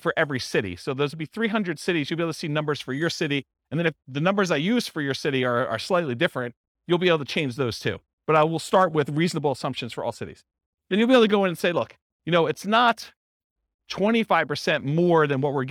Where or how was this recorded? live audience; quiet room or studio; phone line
live audience